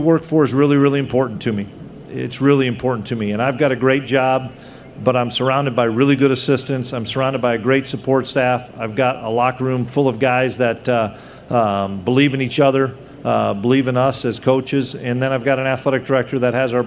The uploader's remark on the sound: press conference at Big 12 Football Media Days